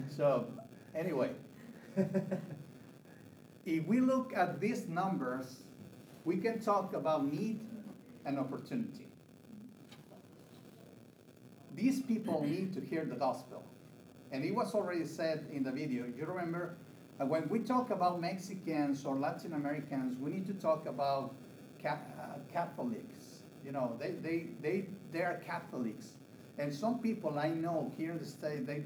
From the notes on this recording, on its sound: This session was recorded at the FLD Spring Leaders Conference in 2022